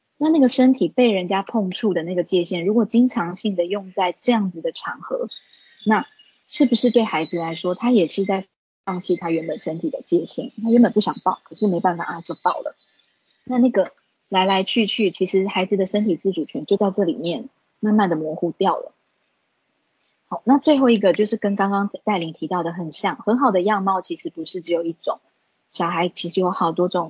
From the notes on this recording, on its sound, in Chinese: 講座錄音。此為線上課程錄音檔！